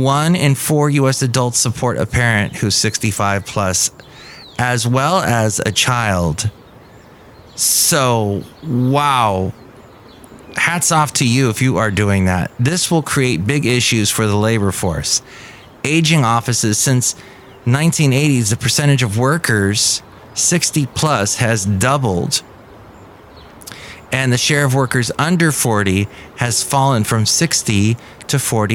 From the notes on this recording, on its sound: podcasts live from Café Anyway